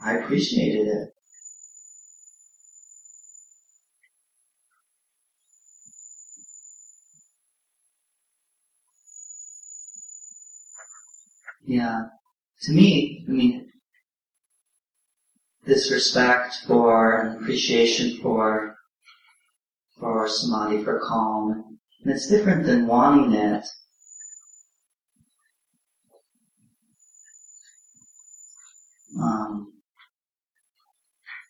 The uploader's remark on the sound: (Common Ground Meditation Center). Please note this audio file has poor audio quality.